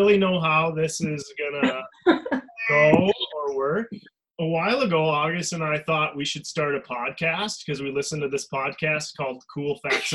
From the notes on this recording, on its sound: our first ever Prehistoric Podcast had to be recorded via videochat